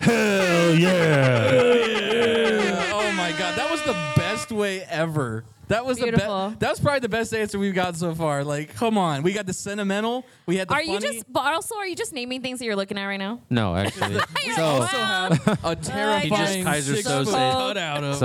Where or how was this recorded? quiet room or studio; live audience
live audience